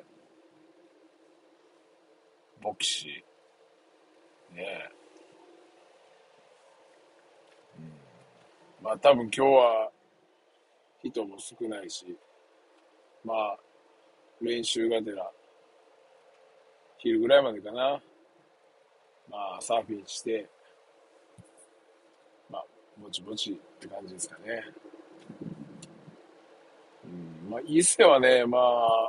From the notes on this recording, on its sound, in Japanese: サーフィンに向かう道中で収録！